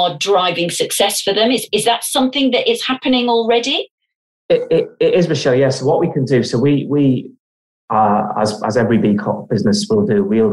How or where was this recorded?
video call